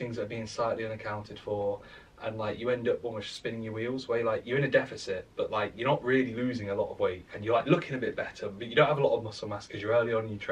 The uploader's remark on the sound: Apologies for the sub optimal audio today.